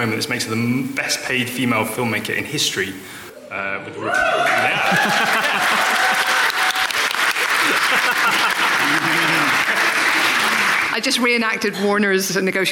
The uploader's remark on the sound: A few hundred lovely Empire readers – as we record our podcast live on stage, from the London Podcast Festival in the extremely shiny King's Place.